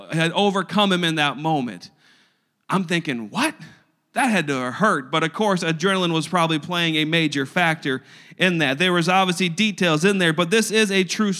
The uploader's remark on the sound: a service recording from Connect Point UPC